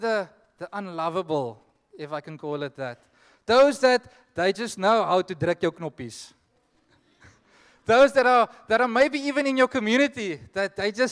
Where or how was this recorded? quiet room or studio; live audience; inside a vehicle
live audience